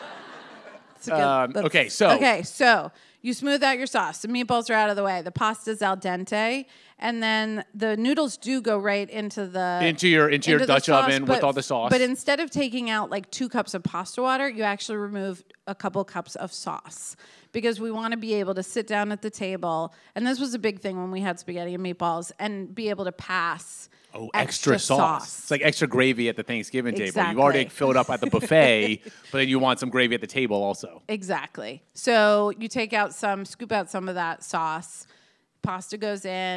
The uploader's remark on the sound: As part of our second live podcast event